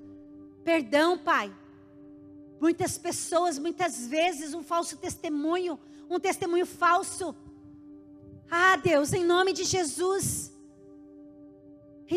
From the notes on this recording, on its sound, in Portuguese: Em nosso Culto de Noite de Glória. Na Igreja ABA Curitiba (Transmitido ao vivo).